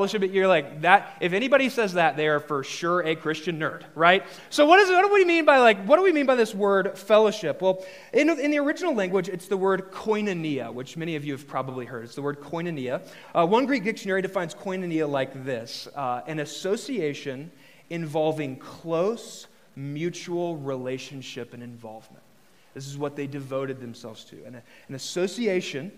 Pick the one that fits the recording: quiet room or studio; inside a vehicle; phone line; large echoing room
large echoing room